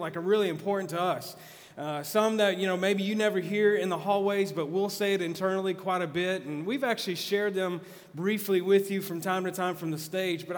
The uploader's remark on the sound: Message recorded live at The Fellowship at Two Rivers. Live Like Jesus- TR campus.